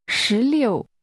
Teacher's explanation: 16 is pronounced with rising and falling tones.